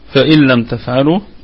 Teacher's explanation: الكلمة كلها مرققة والهمزة محققة تثبت في البدء والوصل، فيها وجه واحد طبعا بالسكون.